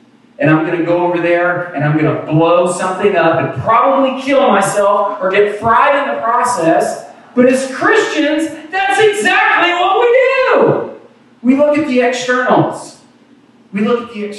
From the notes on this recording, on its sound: Apologies for the poor audio quality of this recording. We had lots of issues with technology today. Thankfully, our video camera has an internal mic and captured the ambient audio. You'll hear all the coughs, sneezes, and even some drive-by traffic...